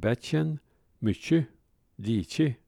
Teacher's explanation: Den norrländska förmjukningen av k-ljudet har in i modern tid förekommit i norra Värmland